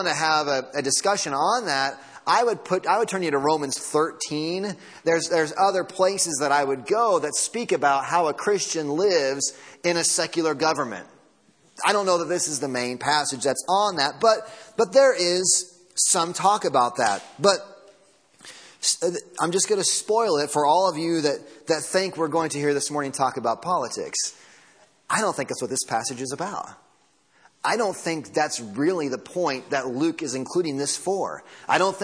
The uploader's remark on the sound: Sunday Morning Sermon Audio.